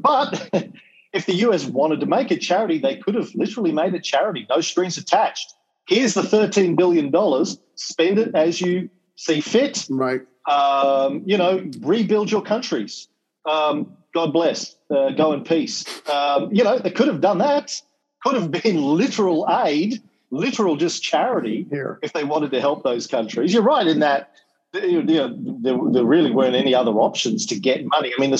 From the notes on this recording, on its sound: To give a lecture to the kids studying the Cold War at EF Academy in NY. Then did some Q&A with the very bright kids in his class. This is a recording of our Zoom call.